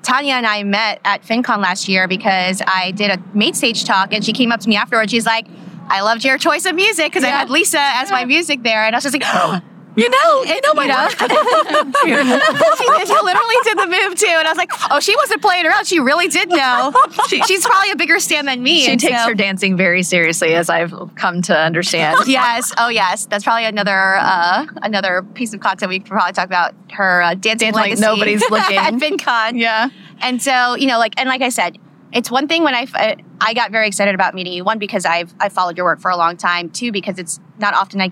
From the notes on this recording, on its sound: we come to you live from Fincon’s first Women In Money conferences